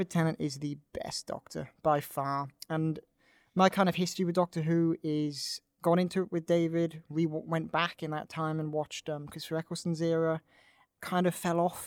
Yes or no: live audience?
no